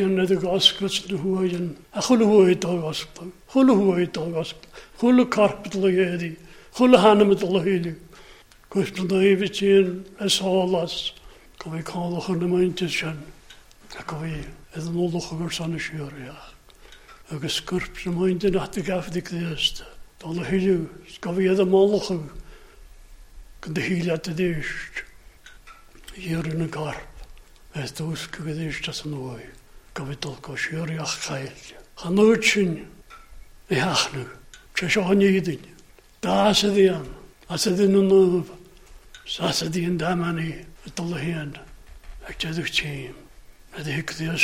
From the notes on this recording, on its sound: Gaelic Service recorded at North Harris Free Church on the evening of Sunday 27th February 2022